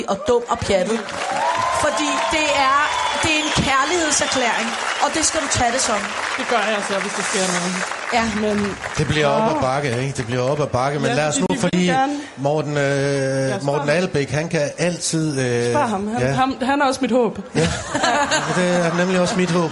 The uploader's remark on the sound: På P4 live fra Sherwood.